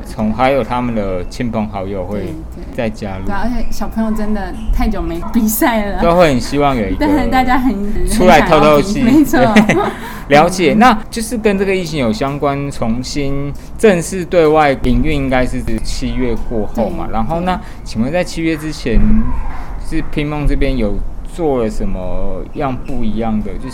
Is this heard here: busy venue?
yes